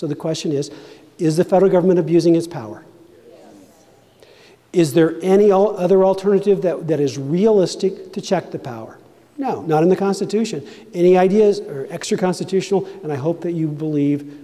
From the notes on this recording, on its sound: Convention of States at Maine Town Hall. Speaks to a town hall in Maine.